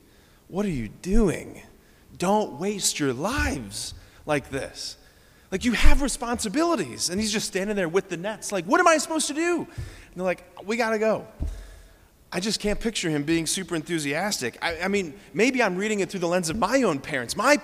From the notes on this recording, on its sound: preached this homily on January 21, 2024 at Sacred Heart of Jesus Catholic Church in Wadsworth, OH